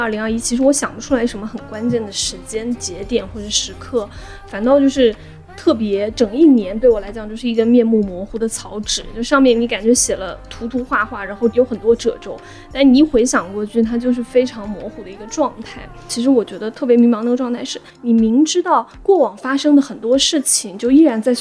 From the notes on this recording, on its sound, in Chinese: 因为录制当时有施工声，后期剪辑做了处理后导致人声没那么清亮。